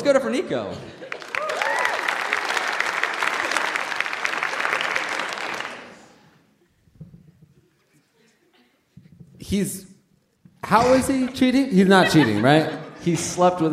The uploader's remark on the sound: Recorded live at Duke University.